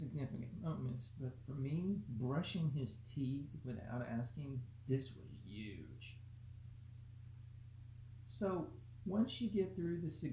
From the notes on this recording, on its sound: (Apologies mic was weak).